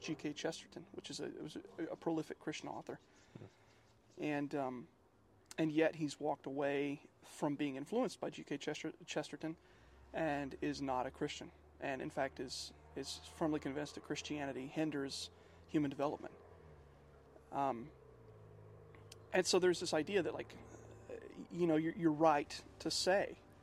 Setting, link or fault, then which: setting, outdoors